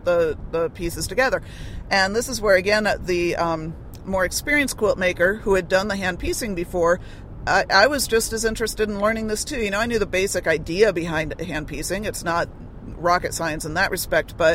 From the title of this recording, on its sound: In Which We Talk While Driving